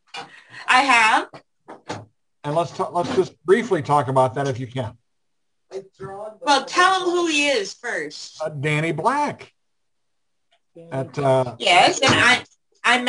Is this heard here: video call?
yes